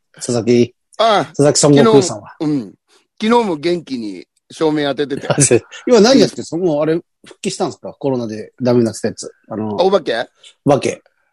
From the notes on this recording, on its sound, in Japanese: ZOOMで収録